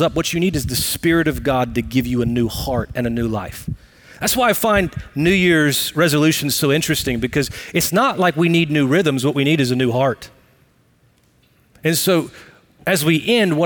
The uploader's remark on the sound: Recorded live at Brookwood Church on 08 .27.2023.